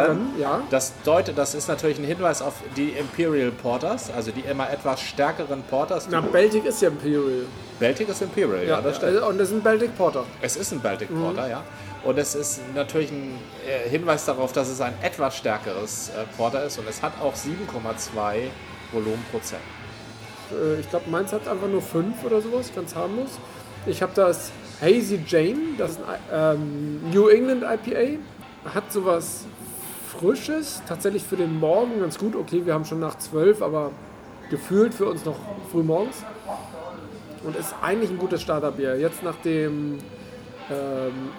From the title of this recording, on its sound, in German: Unterwegs: #BerlinCraftBeerCrawl - Kaschk und Brewdog